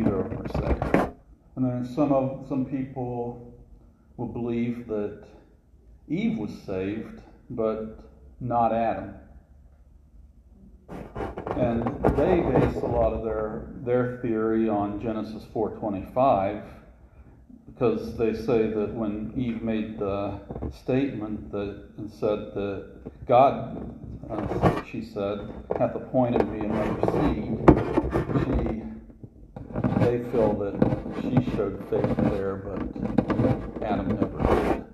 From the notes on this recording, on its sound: This sermon was recorded live at CrossRoads Baptist church for their 20-20-20 service.